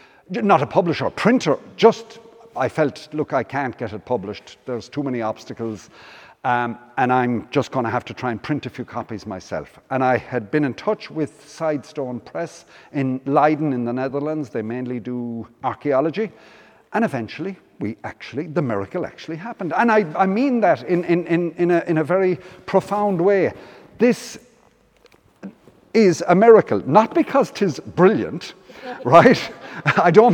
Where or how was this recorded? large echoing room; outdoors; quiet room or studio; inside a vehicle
large echoing room